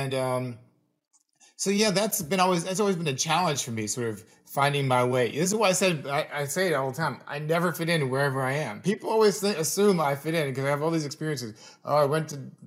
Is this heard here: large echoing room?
no